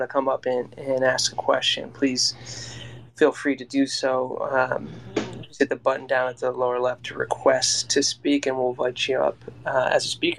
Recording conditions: video call